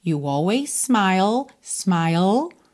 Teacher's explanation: juntamos num S só, porque always termina em S, Smile começa em S, então a gente junta num S só